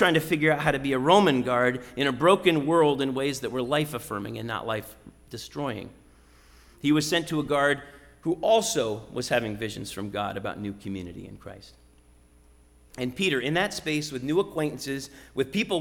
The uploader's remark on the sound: Sermon preached at RCHP on Easter Sunday, April 17, 2022.